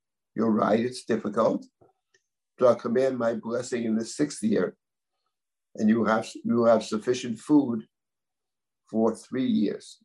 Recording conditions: video call